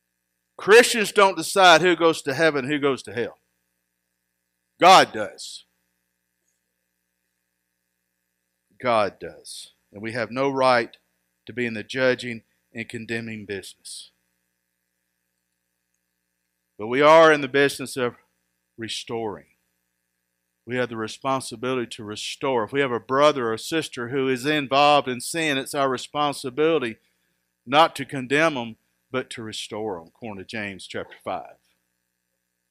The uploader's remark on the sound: Recorded live at Freedom Fellowship Church in Tontitown, Arkansas on Sunday, February 28, 2021